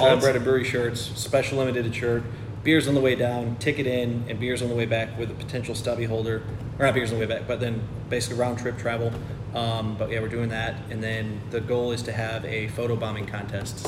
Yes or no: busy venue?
yes